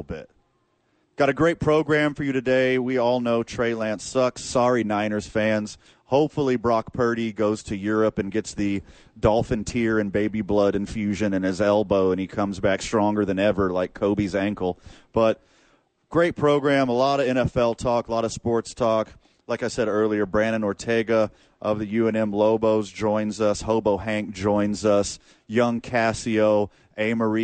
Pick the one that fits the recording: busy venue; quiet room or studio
busy venue